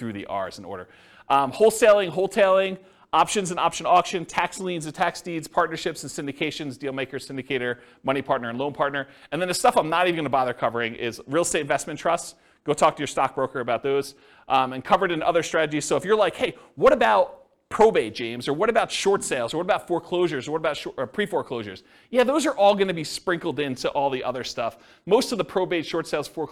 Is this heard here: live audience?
yes